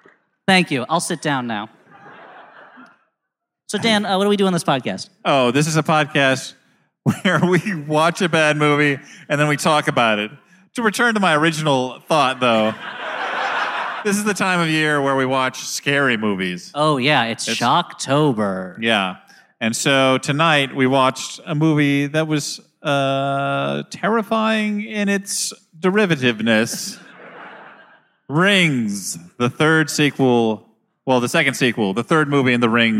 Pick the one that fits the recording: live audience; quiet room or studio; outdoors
live audience